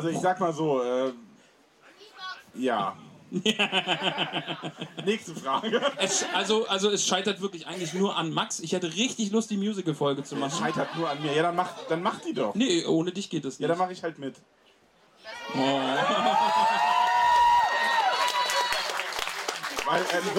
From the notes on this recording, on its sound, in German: Tollkühn LIVE von den Tolkien Tagen 2023. Da dies eine Live Aufnahme war bitten wir etwaige Qualitätsunterschiede zu entschuldigen. Danke nochmal an die zahlreichen Gäste die fast das Radagast Zelt gesprengt hätten.